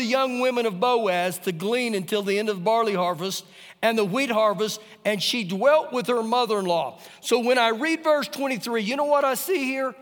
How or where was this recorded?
large echoing room